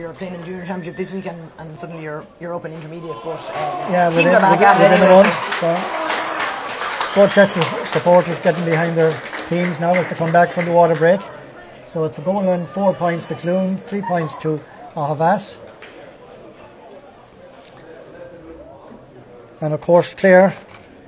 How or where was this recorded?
busy venue